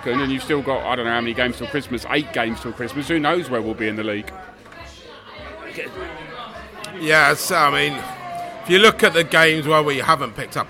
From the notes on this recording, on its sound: Pre-match podcast from the pub. Met up at The Distillers in Fulham Palace Road.